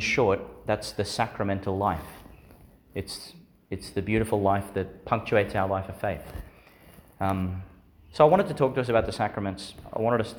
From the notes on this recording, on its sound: Homily for the Third Sunday in Eastertide, delivered in St Peter Chanel Catholic Church, Miriam Vale, Qld.